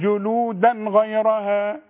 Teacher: التنوين اللي بعده غين ما غنش ابدا